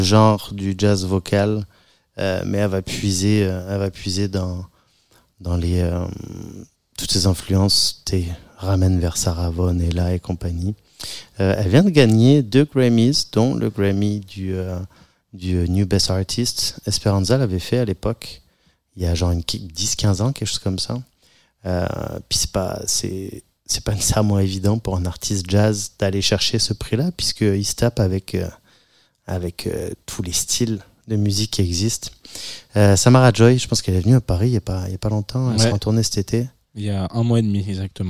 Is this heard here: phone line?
no